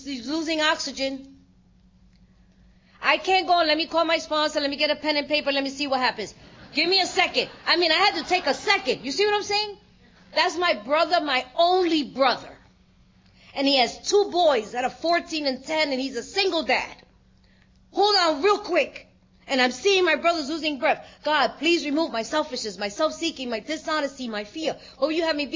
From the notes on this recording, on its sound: Gives a talk on Steps 6&7 at the 2023 Fellowship of the Spirit Conference.